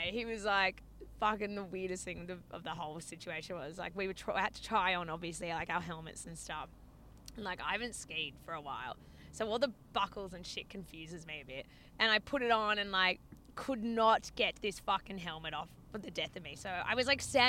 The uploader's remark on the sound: WARNING - The audio on this one isn't fab - SO SORRY IN ADVANCE. We recorded in the car.